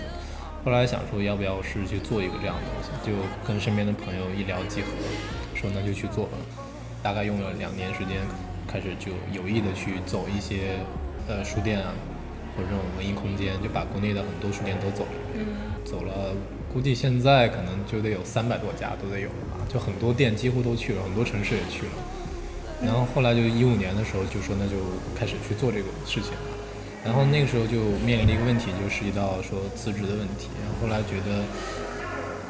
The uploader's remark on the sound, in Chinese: 在他活动间隙在798的一家咖啡厅跟他聊了聊他的经历、他的纠结。因为在外面录音，嘈杂的背景音也不免会被收录。